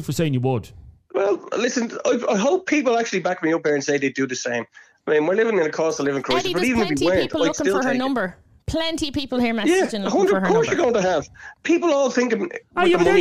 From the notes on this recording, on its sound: A woman phoned in to tell us that she shoplifts for parents for their kids for Christmas. She really divided people, and WW3 erupted live on air...